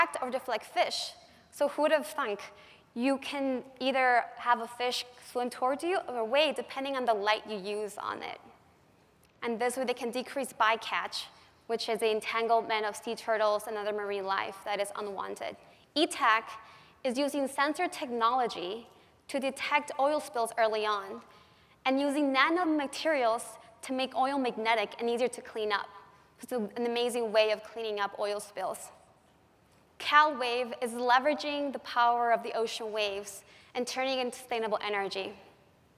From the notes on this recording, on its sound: The best of live interviews from GreenBiz events.